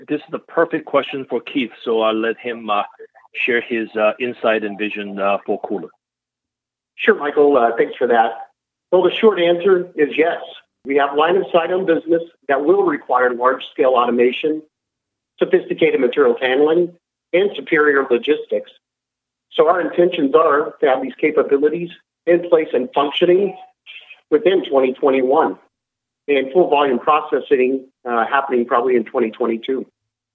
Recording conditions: phone line